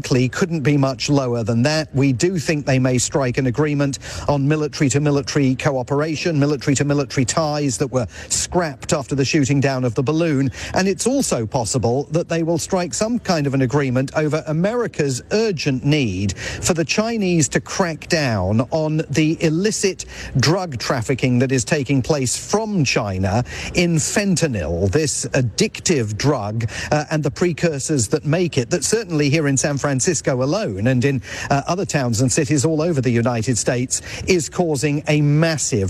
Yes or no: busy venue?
yes